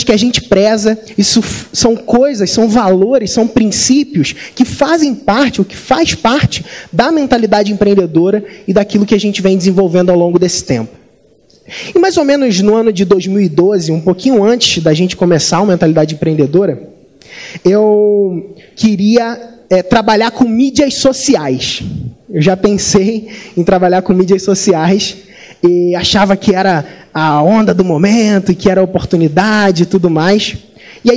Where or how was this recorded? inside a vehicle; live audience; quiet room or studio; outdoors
live audience